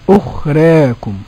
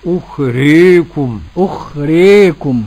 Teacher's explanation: التقليل بين الفتح الخالص وبين الإمالة · Shown in: first take